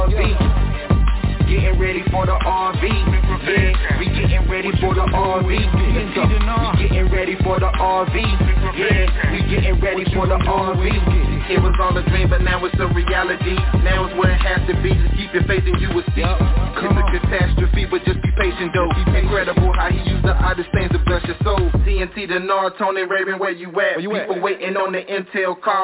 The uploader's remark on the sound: TNTSuperfantastic Conference Call